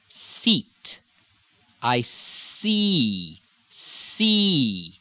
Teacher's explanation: The standard American E is almost a diphthong. You almost hear it twice.